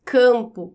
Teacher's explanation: Perceba que esse A é nasalizado e essa nasalização é possível devido à presença da letra M aí.